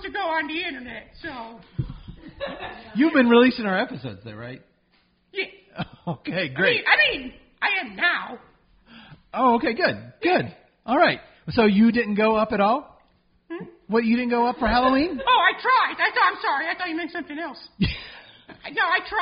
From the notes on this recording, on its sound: Recorded LIVE in front of an undead audience at BeezlePub's Tavern. The part of BeezlePub's was played by The Magnetic Theatre in Asheville, NC.